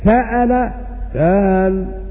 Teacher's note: بالتسهيل بين، لأن الهمزة مفتوحة بعد فتح